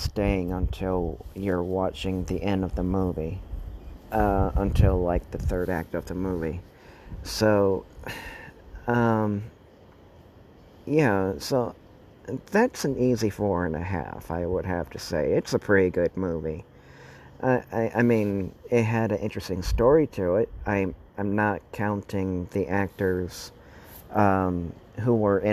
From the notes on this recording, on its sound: while recording outside